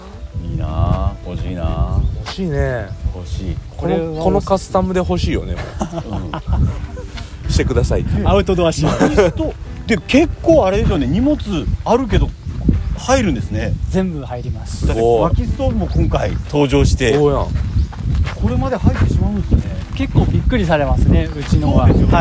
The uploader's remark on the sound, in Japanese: 今回の収録も引き続き、福岡県古賀市の薬王寺オートキャンプ場です。